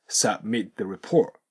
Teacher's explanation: Submitthe、ここでは T と the とか th ですね。これは音が近い動詞、何回もこれ出てきますので注意しておいてください。後ろが必ず前を飲む形で submit、この場合ですと t の音が消えて